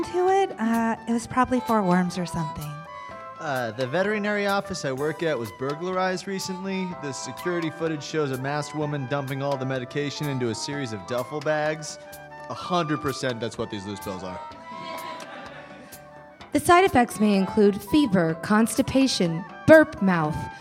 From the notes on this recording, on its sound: Recorded live at UCB's Inner Sanctum.